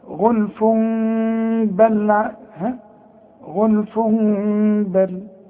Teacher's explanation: بقلب التنوين الى ميم وبخف الميم وبغنة